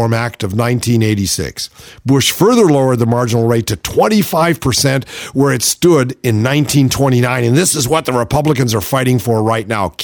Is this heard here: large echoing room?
no